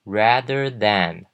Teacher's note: 这个的 th 就跟刚刚的不一样了，这个是发 z 的音，声带是要震动的，不是气音了。好，rather than 这两个 th 都是 z 的音，大家比较一下，rather than 跟 through 的